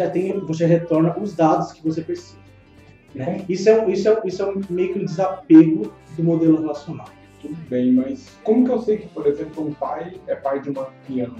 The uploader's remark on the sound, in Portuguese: Perdão pela qualidade das vozes, tivemos que utilizar outro equipamento na gravação que complicou um pouco as coisas.